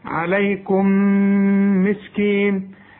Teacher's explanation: عليكم مين ساكنة، يعني ايه ساكنة بدون تشكيل، هتدخل برضو في الميم اللي بعدها تبقى ميم واحدة مثقلة كده